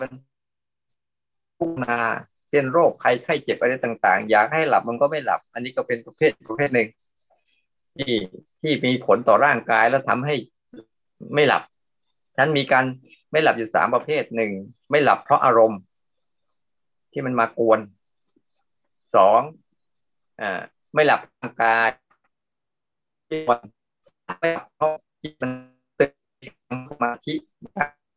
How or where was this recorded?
video call